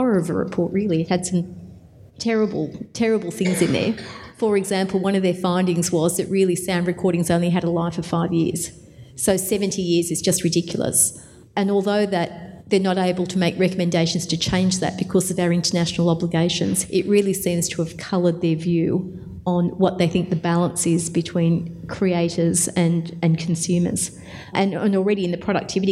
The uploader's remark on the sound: This panel was recorded at AIR’s Indie-Con in Australia.